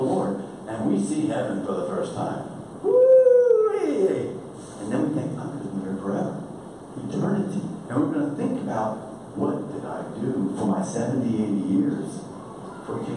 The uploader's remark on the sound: Recorded during the 2018 Brazos Pregnancy Center Gala